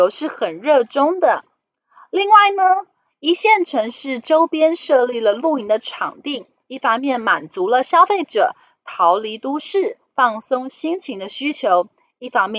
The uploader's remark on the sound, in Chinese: 本集有些許雜音，已亟力避免，如有察覺請多多包涵